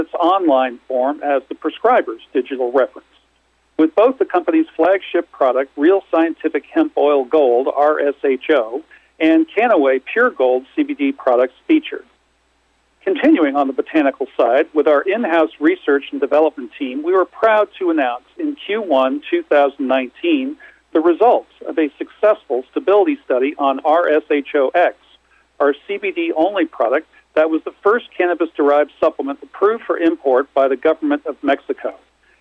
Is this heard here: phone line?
yes